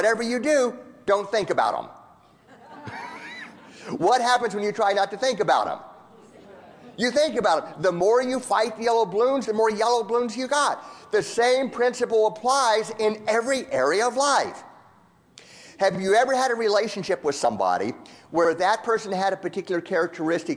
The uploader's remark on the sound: A keynote address given to over 2,300 counselors and therapists